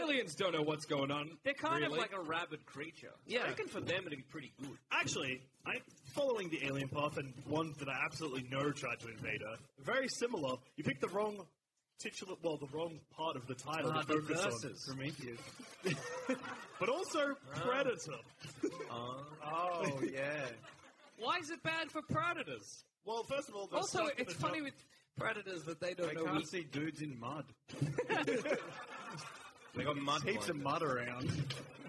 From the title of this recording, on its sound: LIVE!